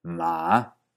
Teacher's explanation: tiende a empezar medio bajo, bajar más y volver a subir · Term: El tercero